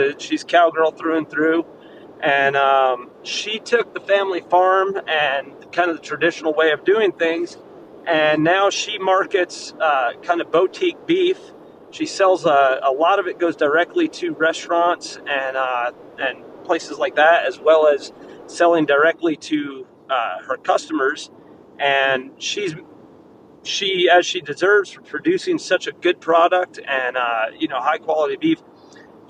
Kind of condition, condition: setting, inside a vehicle